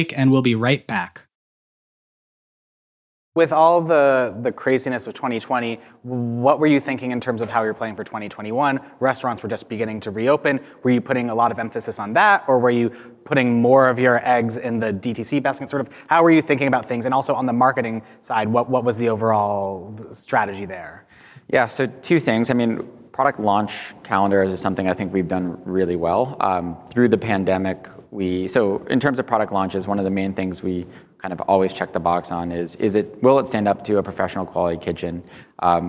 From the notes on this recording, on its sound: His interview was recorded live at the Modern Retail Summit, held in Palm Springs last week.